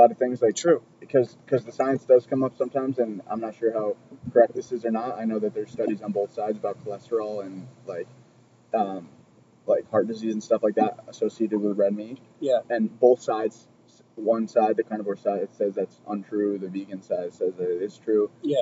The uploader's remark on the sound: Today we are poolside in Tampa, Florida. A little windy down here so please stick with the audio, it is not the best at times. Note taken, do not do podcast outside in wind lol.